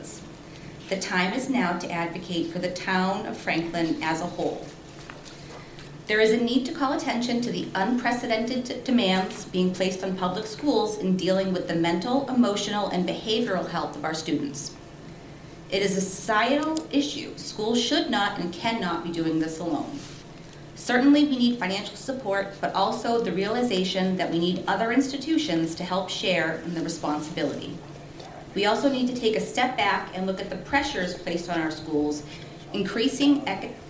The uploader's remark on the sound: The meeting was conducted in a hybrid format: School Committee members, key guests, and the public were in person in the Lecture Hall at Franklin High School. Others participated virtually via the Zoom webinar set up.